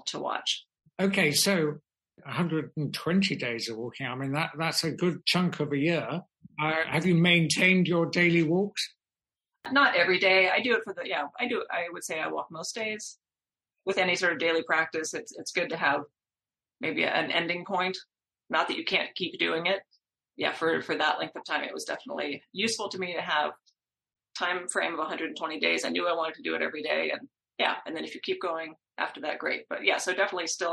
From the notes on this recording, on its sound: Talk over the Internet on a Zoom call.